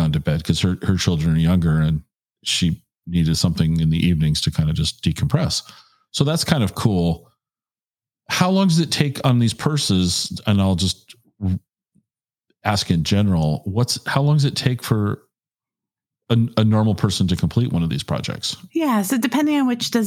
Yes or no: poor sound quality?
no